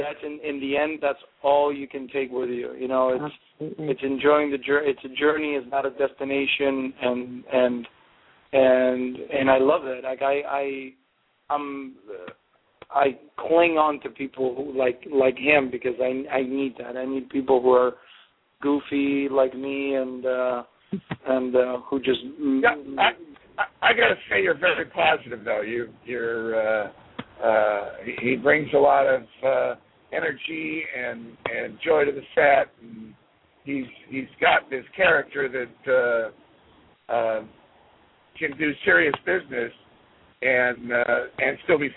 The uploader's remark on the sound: There will also be a special guest on the phone. We will be taking phone calls also.